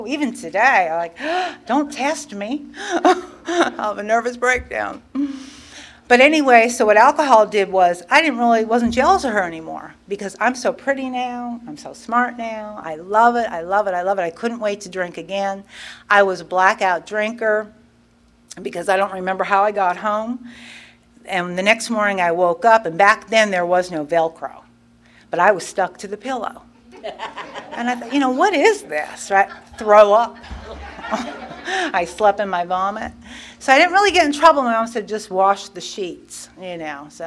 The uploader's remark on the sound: tells her story at the 34th Freedom From Bondage Conference in Aberdeen NC in 2023.